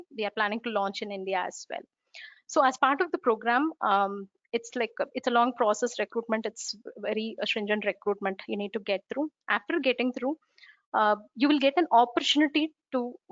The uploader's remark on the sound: Recorded as part of World Summit AI, AI in Action webinar series, 11th June 2020